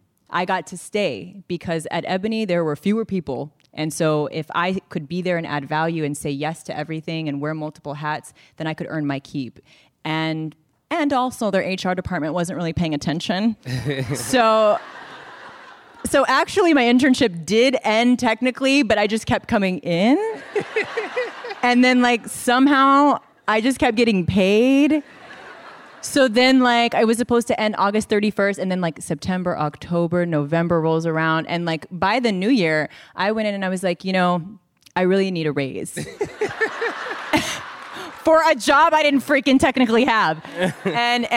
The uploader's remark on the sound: This program was recorded in front of a live audience at The Marines Memorial Theatre in San Francisco on June 18th, 2019.